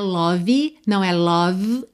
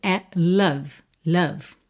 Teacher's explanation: E o O não é um O caprichado, gordinho, redondinho. · Shown in: second take